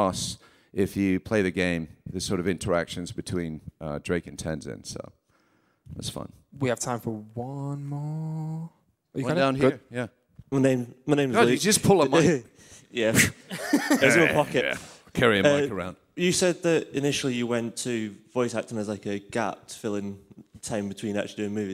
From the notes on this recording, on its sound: Live at Manchester MCM. Recorded live onstage at MCM Manchester Comic Con!